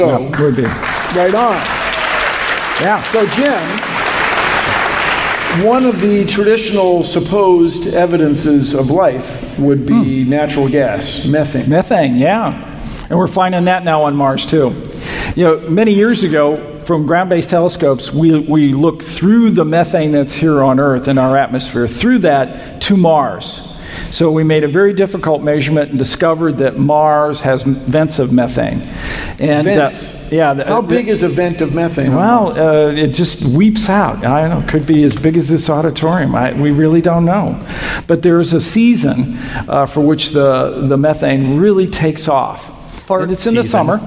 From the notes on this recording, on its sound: StarTalk Live! from SF Sketchfest 2016. Recorded live at SF Sketchfest.